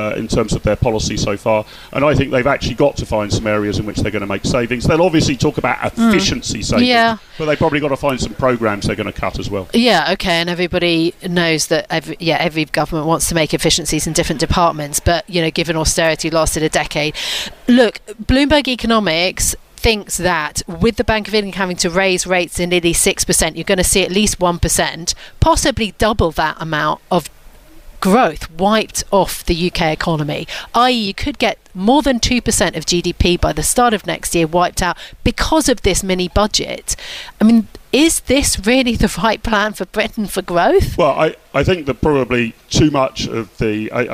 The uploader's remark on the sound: At the Conservative Party conference in Birmingham.